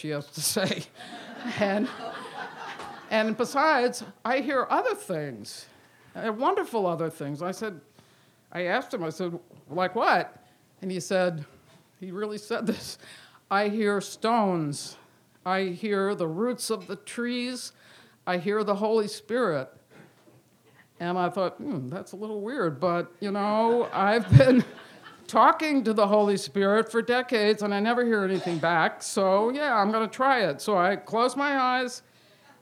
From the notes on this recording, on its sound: Recorded in front on a live audience on May 6th, 2018 at The Well Tavern in Wellfleet, Massachusetts.